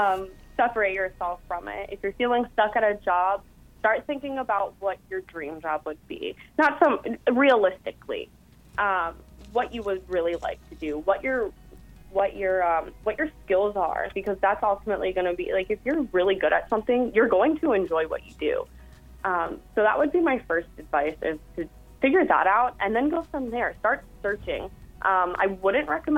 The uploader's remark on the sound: joined on the phone